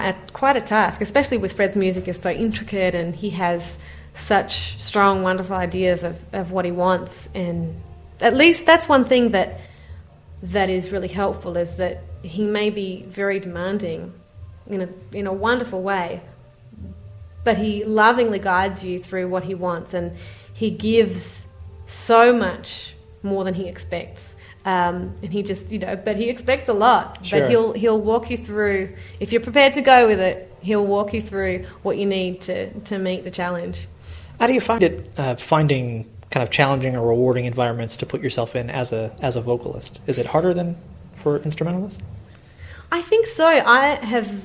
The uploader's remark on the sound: Recorded live at the 2008 Tanglewood Jazz Festival in Lenox, MA.